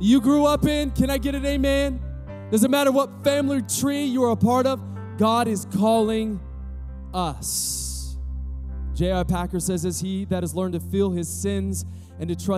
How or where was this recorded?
large echoing room